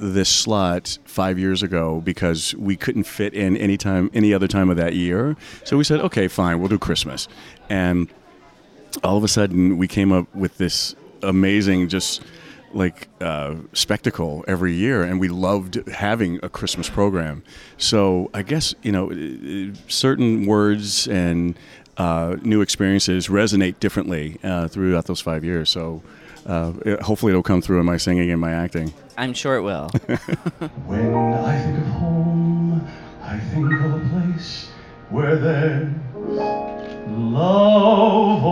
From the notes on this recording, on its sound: Interview at Feinstein's/54 Below. Live from Feinstein's/54 Below press day.